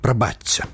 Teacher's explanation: паводле правілаў мілагучнага беларускага вымаўлення шыпячы гук прыпадабняецца да наступнага свісцячага. Пажадана казаць «прабачце».